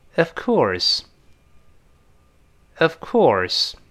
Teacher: 都是 Of, Of,Of，最后是 V，上牙出下唇，Of,Of。他也可以读成 Of，Of。但是我们轻读的时候不能够 all，呃，弱化成 a，所以是 of，of。后面是 course，这是强烈地卷舌头了